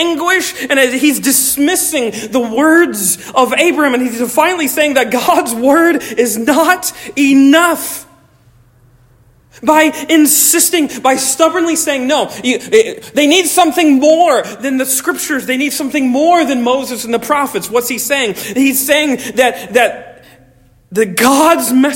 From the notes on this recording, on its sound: Originally delivered 30 July 2023 at Stonington Baptist Church, Paxinos, PA. At Stonington Baptist Church, Paxinos, PA.